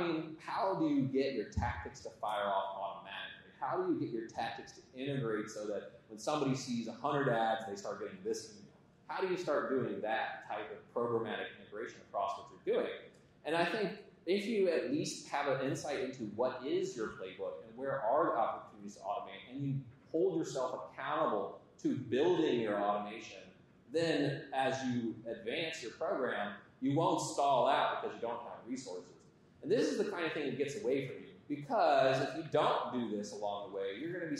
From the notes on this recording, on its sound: Audience Q&A